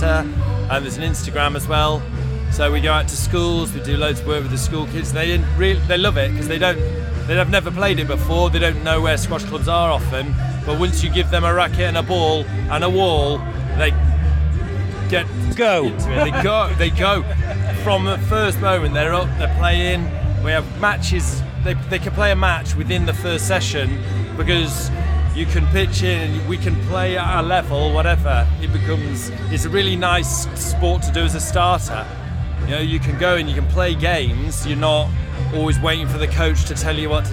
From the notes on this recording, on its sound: Today we are coming from the Queens Baton Relay event in Shrewsbury Quarry. This event was put together by Shropshire Council, Shrewsbury BID and Shropshire Festivals to celebrate the Birmingham Commonwealth Games.